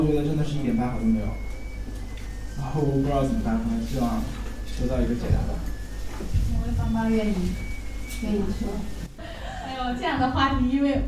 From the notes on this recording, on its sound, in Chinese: 亲子交流指导会。390shanghai 温馨咖啡馆走起！基中营广播第一时间去到活动现场，为大家带来活动现场最真实的声音。